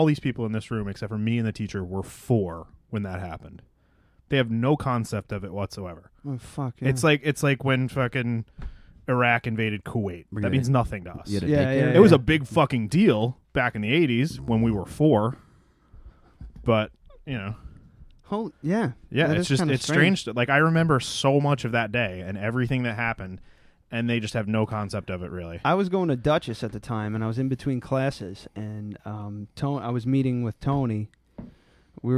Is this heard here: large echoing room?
no